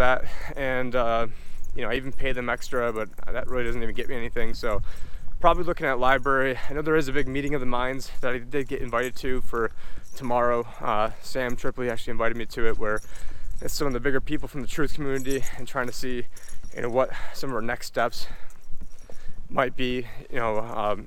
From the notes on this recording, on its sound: In this walk and talk